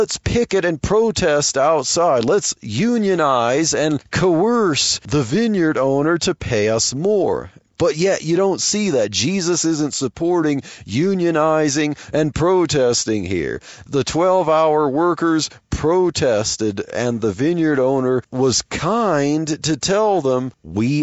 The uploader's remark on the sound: while driving to work